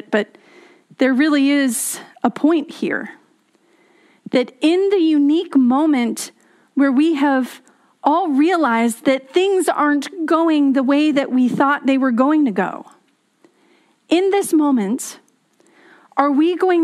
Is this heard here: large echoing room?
yes